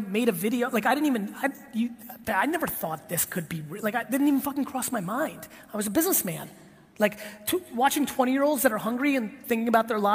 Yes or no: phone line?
no